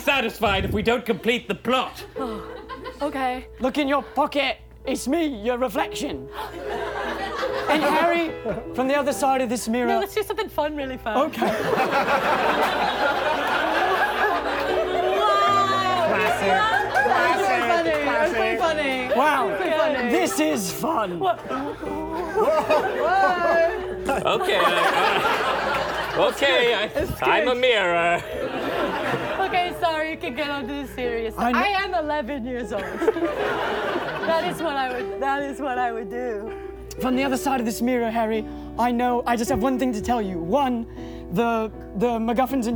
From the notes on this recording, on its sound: A wild, fast-paced montage of the first Harry Potter film with a raucous, sold-out crowd!